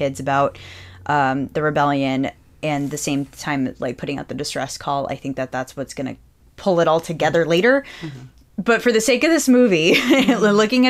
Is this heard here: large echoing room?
no